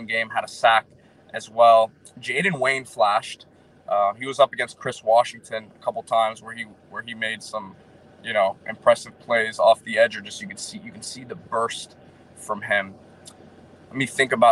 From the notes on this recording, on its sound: live from the West 12 parking lot at Hard Rock Stadium